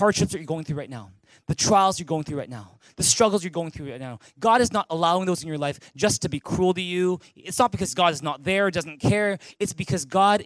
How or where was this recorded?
large echoing room